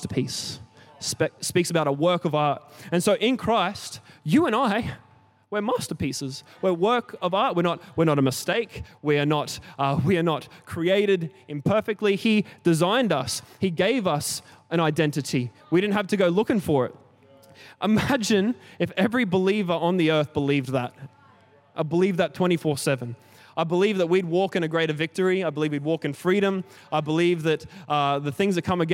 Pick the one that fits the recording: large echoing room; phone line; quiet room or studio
large echoing room